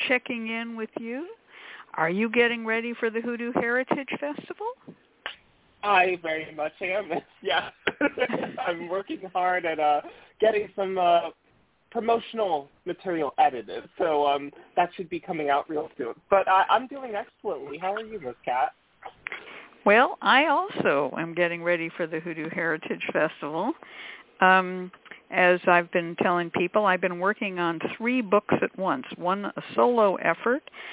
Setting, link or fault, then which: link, phone line